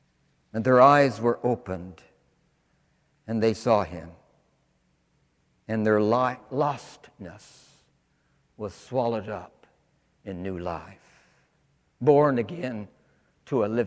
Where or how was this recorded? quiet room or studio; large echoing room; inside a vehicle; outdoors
large echoing room